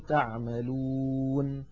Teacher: فإن النون المفتوحة تسكن فتصير تعملون · Term: المدود العارضة للسكون